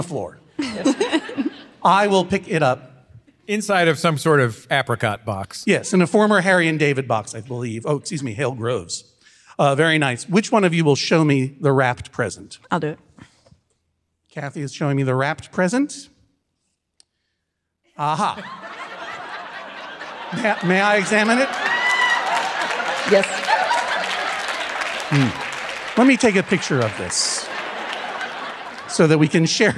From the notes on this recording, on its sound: Live From Lexington. LIVE at the Lexington Opera House!